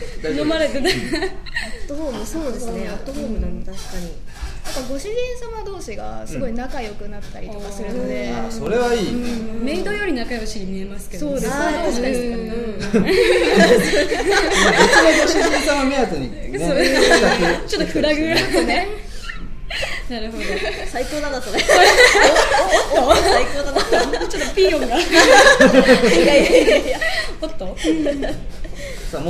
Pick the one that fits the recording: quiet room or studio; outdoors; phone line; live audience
live audience